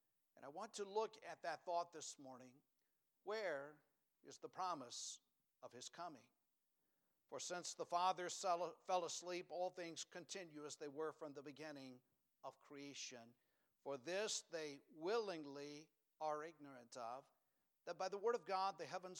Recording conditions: large echoing room